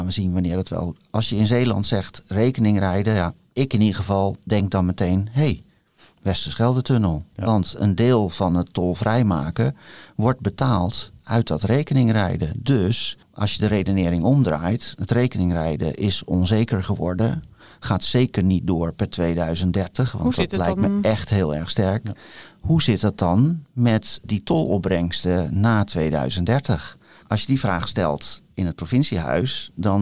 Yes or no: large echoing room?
no